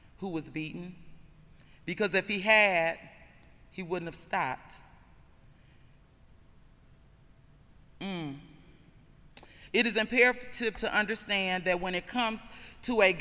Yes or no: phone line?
no